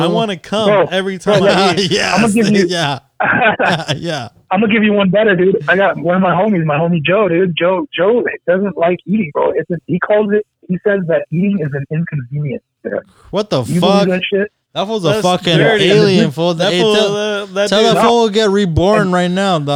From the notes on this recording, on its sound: two guest join us via telephone call